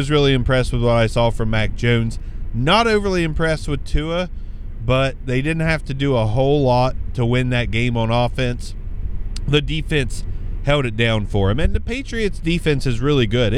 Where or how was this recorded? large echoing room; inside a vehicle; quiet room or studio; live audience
inside a vehicle